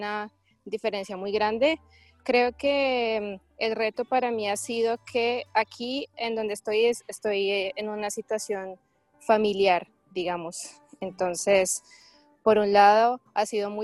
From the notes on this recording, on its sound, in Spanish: Ciudad de México y Los Alpes Franceses y los conectamos vía Skype.